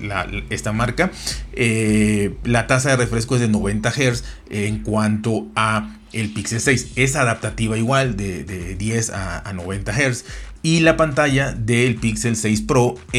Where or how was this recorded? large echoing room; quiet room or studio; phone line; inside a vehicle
quiet room or studio